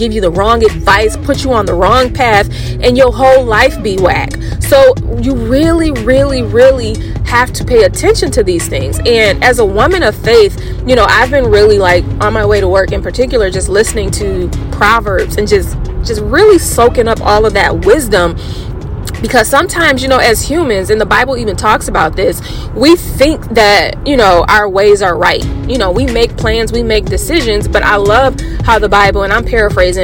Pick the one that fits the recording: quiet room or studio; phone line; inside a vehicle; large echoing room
inside a vehicle